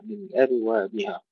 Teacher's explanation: ترقيق الهمزة والباء مع قلقلة الباء